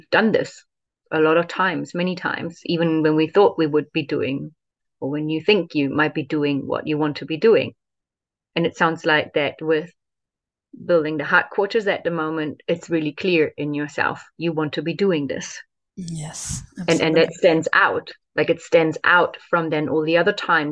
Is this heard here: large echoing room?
no